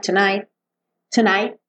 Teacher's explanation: O T quase não aparece, né? Só lembra de não deixar aberto assim, tonight.